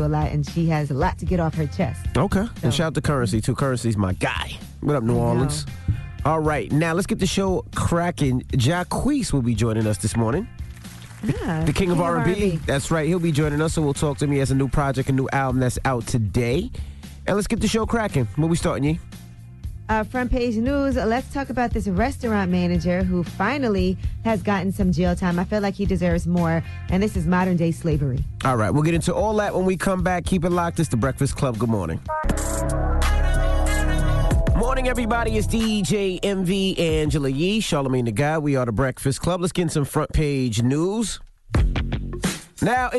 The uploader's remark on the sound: we opened up the phone lines